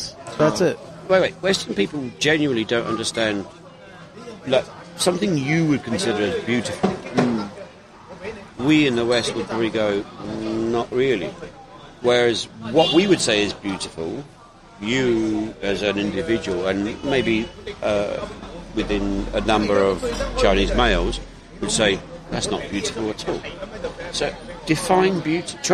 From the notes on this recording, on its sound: The Technical Difficulties Show. Recorded from the New York Cafe, of the Doumen District in Zhuhai.